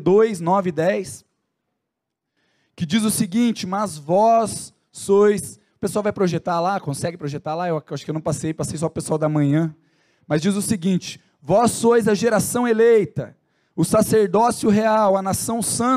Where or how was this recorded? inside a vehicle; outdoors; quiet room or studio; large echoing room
large echoing room